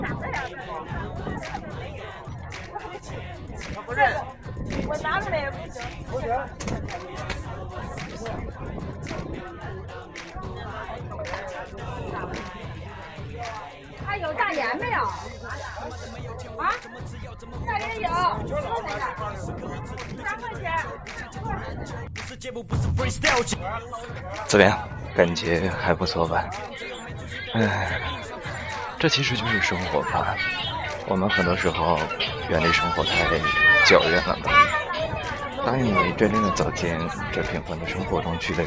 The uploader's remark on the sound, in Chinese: 边走边录